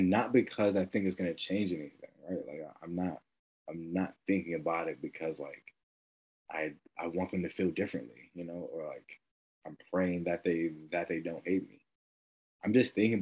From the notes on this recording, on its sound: 10 pm on Zoom.